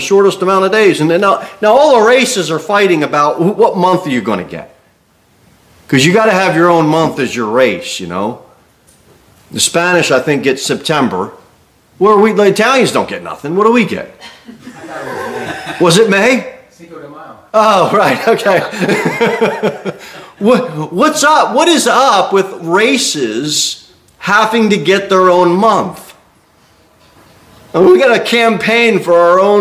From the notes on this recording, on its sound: Sermon delivered at Pilgrim Baptist Church